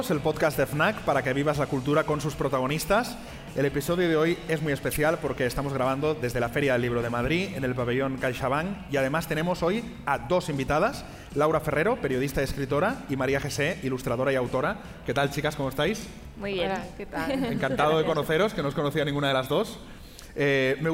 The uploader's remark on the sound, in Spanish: grabado desde la Feria del Libro de Madrid